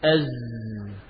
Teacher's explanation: Ujung lidah dari arah kepalanya. Nempel pada permukaan gigi seri bawah mendekati ujungnya. · Term: zai